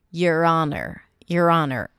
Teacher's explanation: even though it's spelled with an H, we pronounce it without an H.